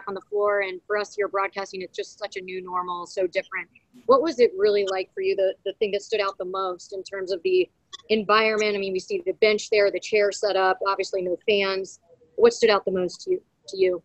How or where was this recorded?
video call